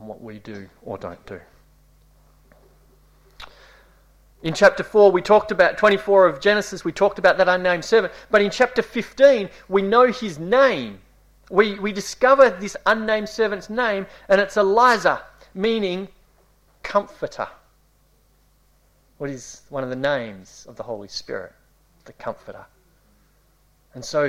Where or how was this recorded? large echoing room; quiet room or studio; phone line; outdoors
large echoing room